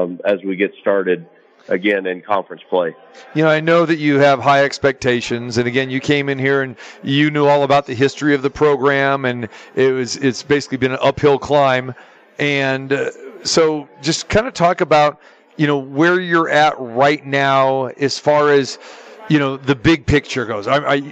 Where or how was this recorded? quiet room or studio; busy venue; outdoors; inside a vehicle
busy venue